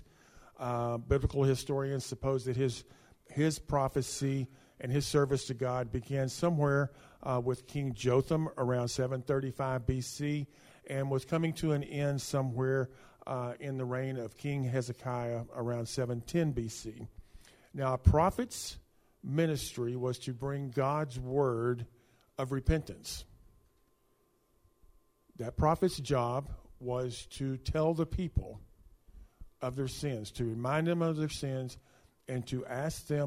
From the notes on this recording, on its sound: speaking at Soma Community Church in Jefferson City, MO on Sunday morning 17 December 2023.